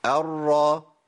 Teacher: الراء ما فيهاش اطباق خالص، الراء منفتحه مستفله